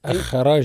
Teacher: حرف الراء مفخم لأنه متحرك بالفتح